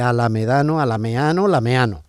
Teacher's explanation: la pérdida de la consonante D cuando está entre vocales, la D intervocálica. Y esa pérdida también de la A inicial.